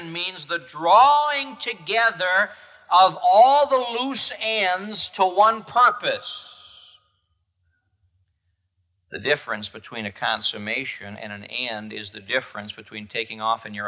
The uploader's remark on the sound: This message was preached at the Moody Church in Chicago, IL on April 2, 1978.